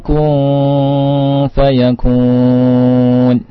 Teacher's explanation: Yang benar dibaca dengan ikhfa. Kalau dibaca ilhar, salah. Karena nun sukun di situ bertemu dengan fa.